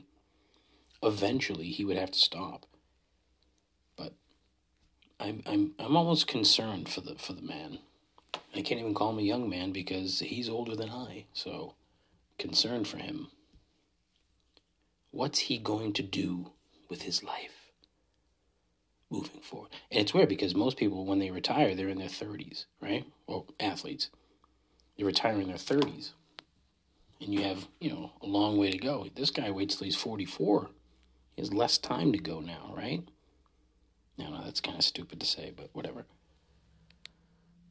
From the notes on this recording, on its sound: Giving a bonus Not An Episode after a couple mezcal old fashioneds and recording on my phone. I have little confidence in how this will turn out.